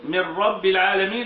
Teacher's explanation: أضغمت النون في الراء دون زمن، من رب العالمين، إذا الزمن يساوي الغنة، فترك الزمن ترك للغنة، يبقى لابد أن أعطي الغنة حقها من الزمن التي يعني تستحقه.